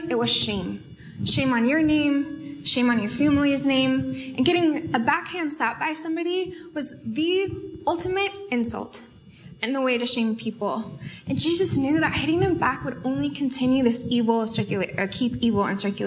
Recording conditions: live audience